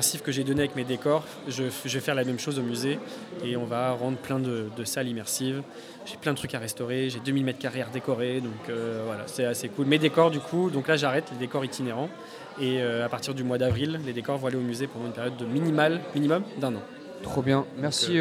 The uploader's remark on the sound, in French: Rediffusion du Forum de la Création Audiovisuelle ! Dans le cadre du « Forum de la Création Audiovisuelle » organisé par l’association Bulldog audiovisuel , nous étions en direct au Safran le 2 décembre dernier.